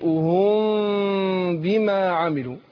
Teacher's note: الميم ساكنه وبعدها باء بخفي الميم عند الباء · Term: الاخفاء الايه الشفوي